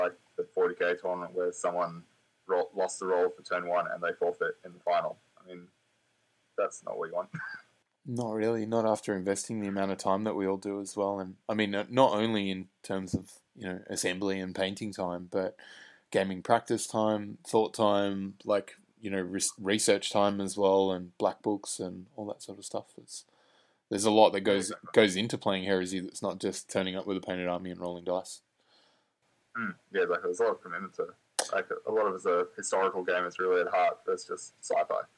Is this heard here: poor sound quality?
yes